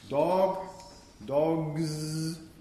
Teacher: this is a voiced way of marking the plural.